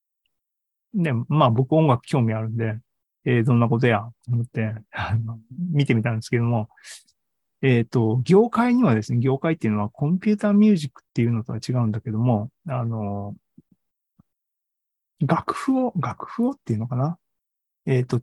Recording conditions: video call